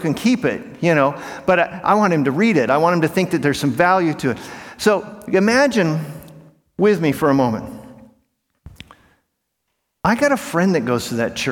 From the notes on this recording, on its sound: In this talk from Monday morning of the 2023 Propel Conference